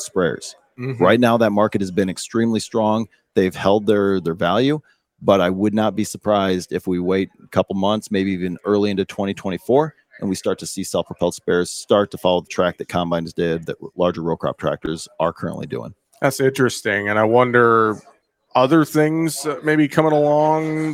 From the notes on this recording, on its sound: Tuesday on AOA, we broadcast live from the Moving Iron LLC Summit in Nashville, TN.